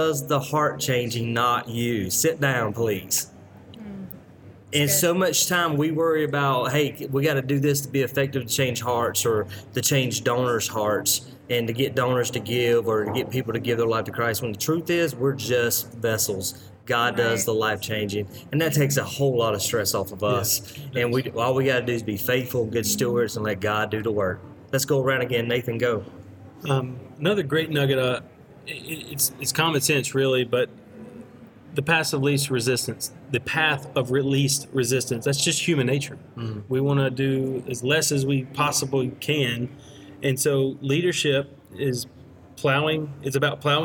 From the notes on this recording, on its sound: Live from the National CCCA Conference in Palm Springs. We're live from the National CCCA Conference.